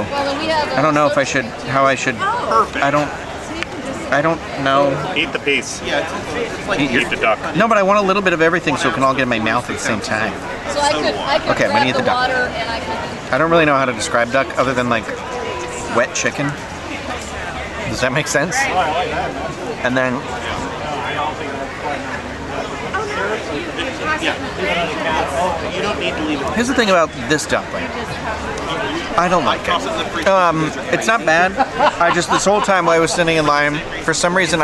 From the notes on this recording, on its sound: make their way around the 2023 EPCOT International Festival of the Arts